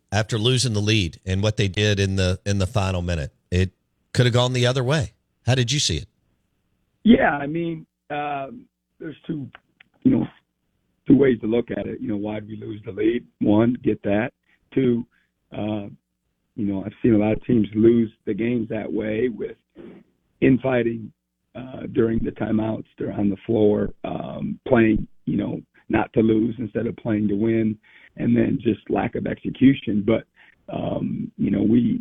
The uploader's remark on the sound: Joins the show on the Farm Bureau guest line talking about the team at this point in the season live in the BankPlus Studio.